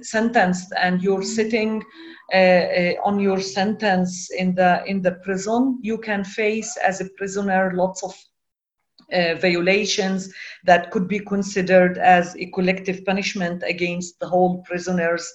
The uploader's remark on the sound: We would like to thank our friends in the Cairo Institute for Human Rights Studies (CIHRS) for permission to use to the audio of this webinar.